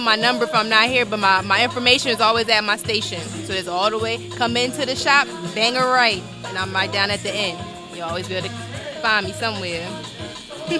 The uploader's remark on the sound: Friday at the barbershop-(Dre & Craig’s VIP Cuts). Chops it up live from Dre & Craig’s VIP Cuts-McDonough, Ga.